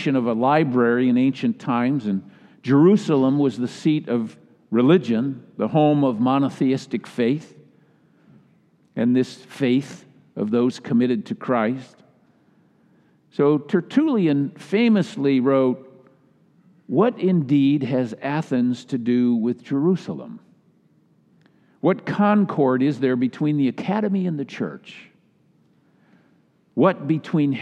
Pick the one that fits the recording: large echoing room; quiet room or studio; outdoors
large echoing room